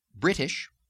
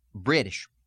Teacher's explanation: substitute a D for a medial T sound · Shown in: second take · Like, we don't say British, usually, we say British in the States. · Term: D substitution